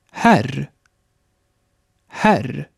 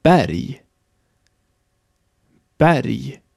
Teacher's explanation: Noch offener wird das E gesprochen, wenn es vor R steht